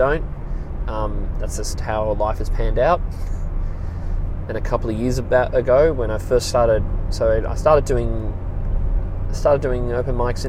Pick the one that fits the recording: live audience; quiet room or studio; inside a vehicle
inside a vehicle